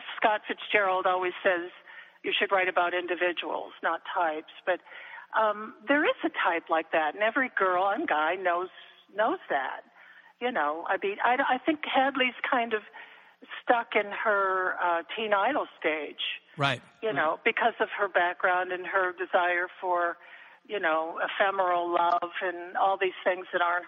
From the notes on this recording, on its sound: connects via telephone